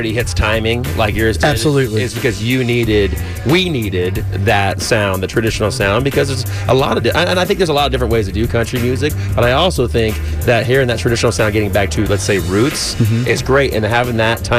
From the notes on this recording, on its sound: live from the CMA Awards in Nashville!